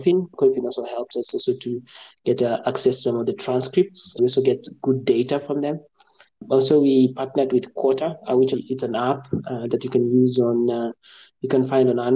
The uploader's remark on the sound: it is a recording of a Twitter Spaces conversation